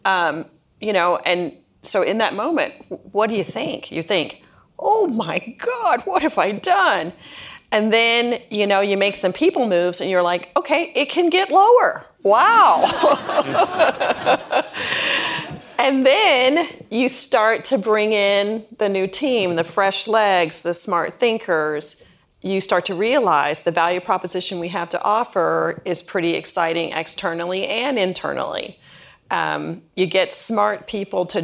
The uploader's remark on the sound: Recorded in front of an audience of marketers at 2022's Deloitte University's Next Generation Academy in Westlake, Texas.